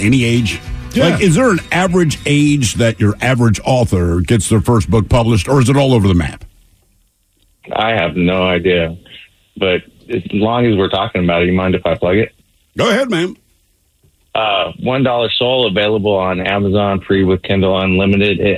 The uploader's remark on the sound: gives us a call on-scene in Houston for the College Football National Championship Game